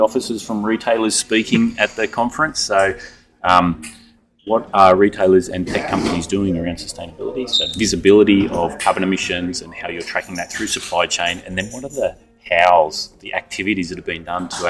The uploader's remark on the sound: We are back in the Big Apple for NRF's Retail Big Show for 2023! Live from the expo floor.